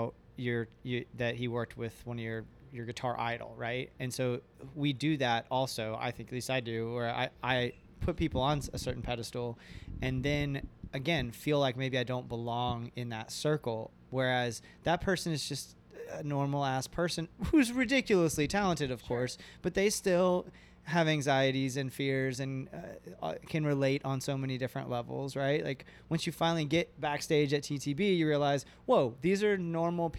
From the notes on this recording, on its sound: at the Sea Blues Festival in Clearwater, FL, earlier this year.